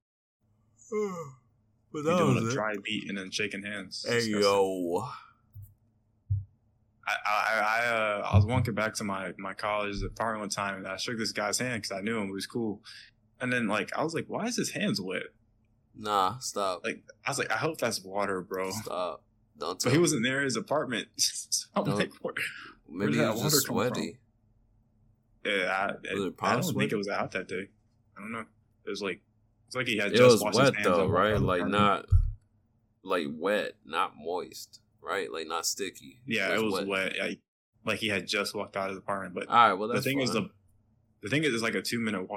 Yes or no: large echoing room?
no